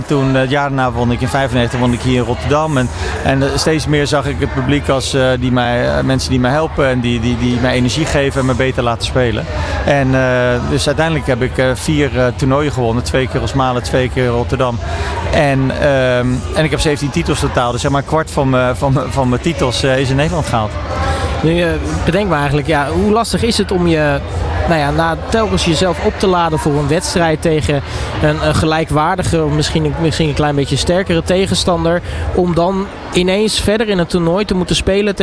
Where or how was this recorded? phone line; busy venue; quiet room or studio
busy venue